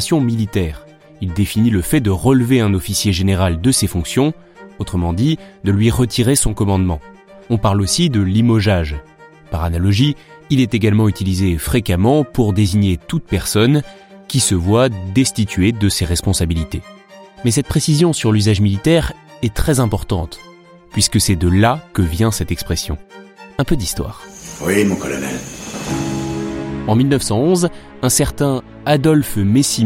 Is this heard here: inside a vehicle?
no